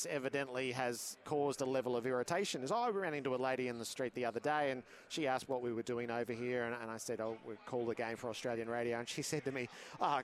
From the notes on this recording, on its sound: Live at the Super Bowl. Live from Allegiant Stadium.